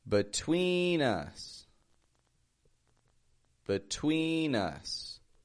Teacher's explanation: Notice how we stretch that twee. And also notice how the B-E in the beginning just gets a B kind of sound.